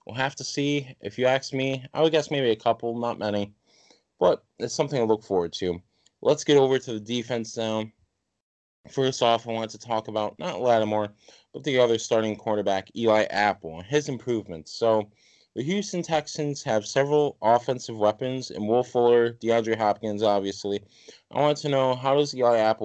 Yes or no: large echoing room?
no